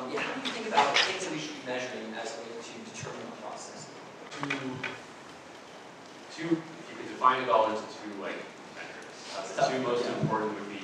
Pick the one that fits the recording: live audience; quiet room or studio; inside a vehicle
live audience